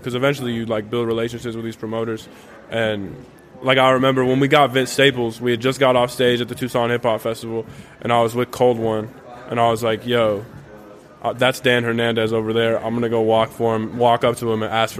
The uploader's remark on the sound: Recorded live on New Year's Eve from South Sixth Bodega at their new home inside the Tucson Mall.